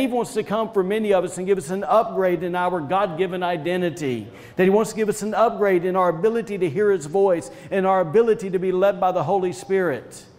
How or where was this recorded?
large echoing room